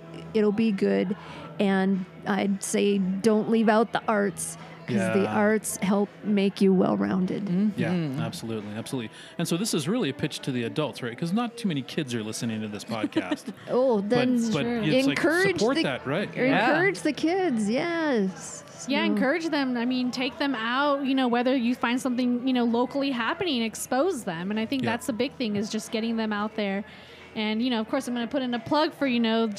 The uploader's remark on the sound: we’re releasing a double live podcast